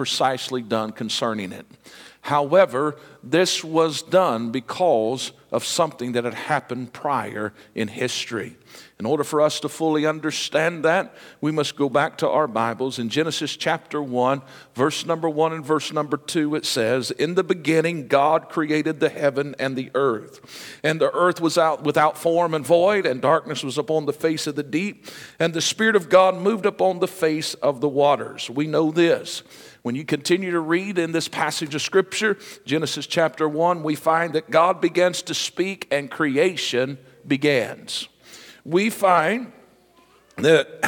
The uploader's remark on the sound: This message was recorded LIVE Sunday Morning March 26, 2023.